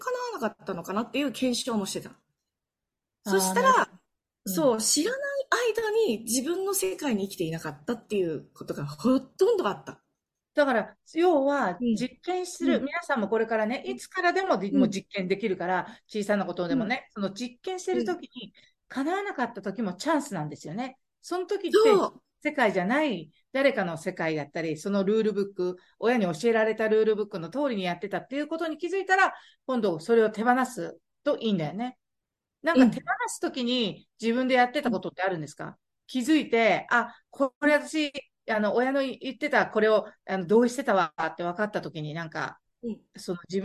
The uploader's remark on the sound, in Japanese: オンラインでの収録のため所々聞きずらいところもありますが、何とぞご了承ください。